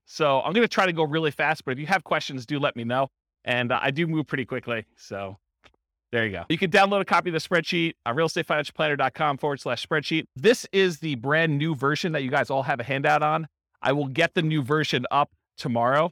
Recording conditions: live audience